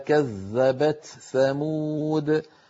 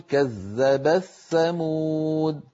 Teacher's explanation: التاء في الثاء من القراء من يظهرها · Shown in: first take